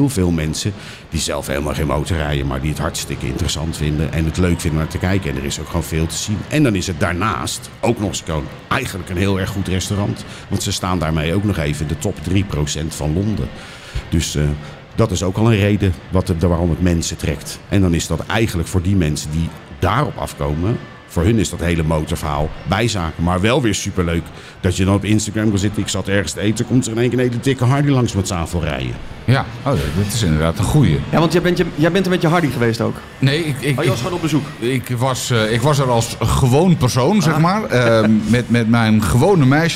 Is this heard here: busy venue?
yes